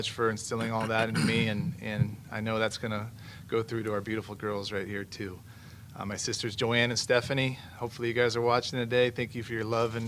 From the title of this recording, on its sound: Intro Presser LIVE From Ashburn